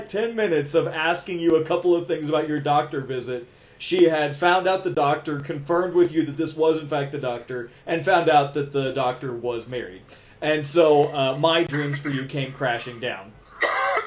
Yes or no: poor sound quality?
yes